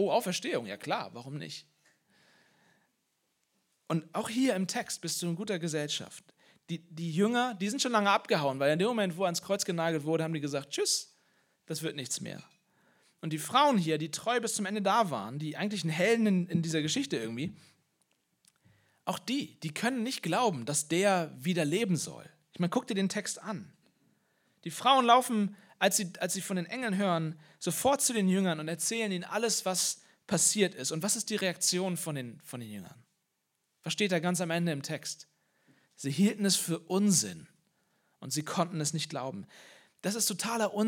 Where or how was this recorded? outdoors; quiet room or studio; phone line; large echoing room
large echoing room